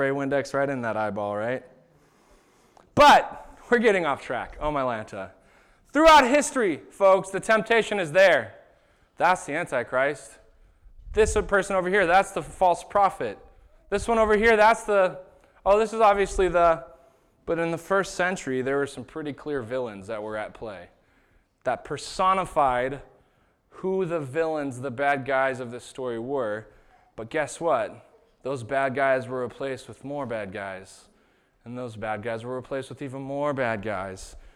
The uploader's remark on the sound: This was the sermon that was preached at Shelton Church of the Nazarene on September 15th, 2019